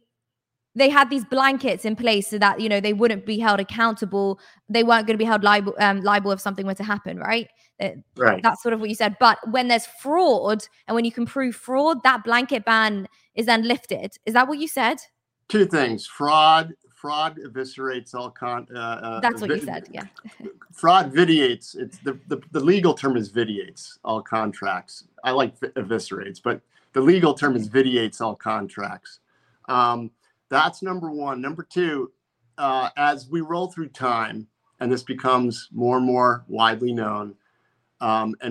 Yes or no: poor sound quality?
no